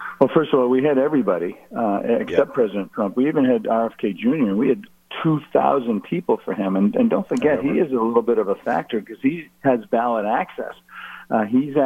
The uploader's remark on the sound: called into GMNH